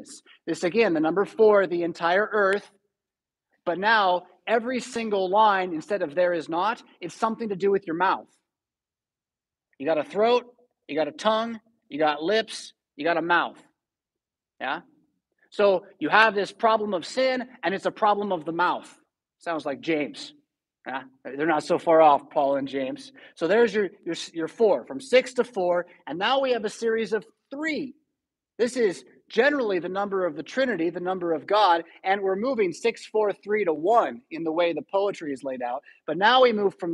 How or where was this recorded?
large echoing room